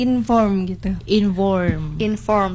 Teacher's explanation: Kalau inform sendiri dia tuh ditekan di akhirnya gitu.